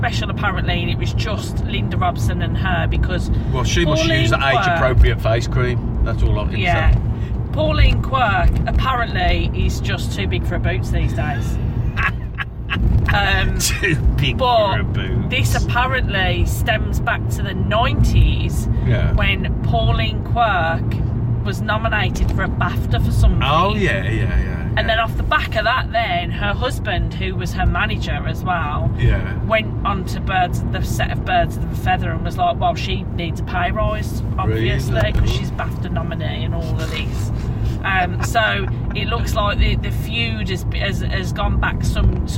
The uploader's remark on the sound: Recorded on the car journey home from work